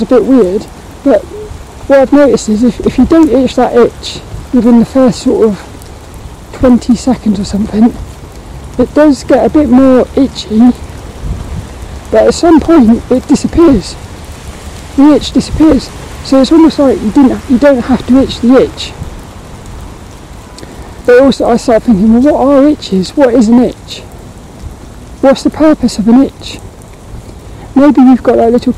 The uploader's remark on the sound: This walk and talk was recorded in the rain. Hope you enjoy this lil walk and talk around the local park.